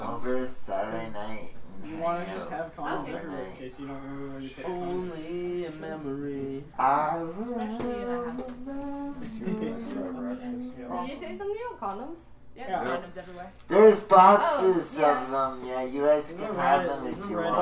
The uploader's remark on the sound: Has left London for a bit but before he left we had a going away party and recorded a 2 part episode of it.